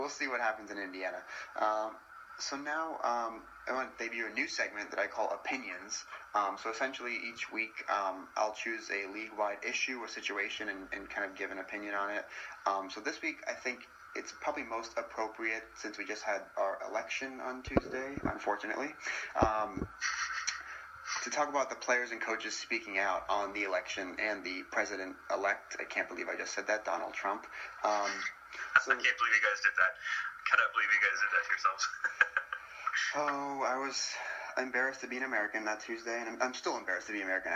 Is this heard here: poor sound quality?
yes